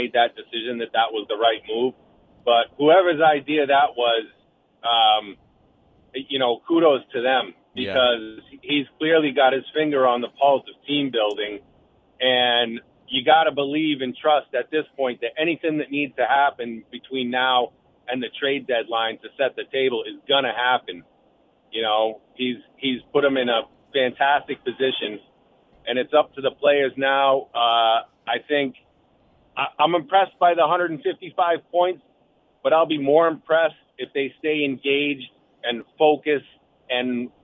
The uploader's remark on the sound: take your calls texts and tweets live on the air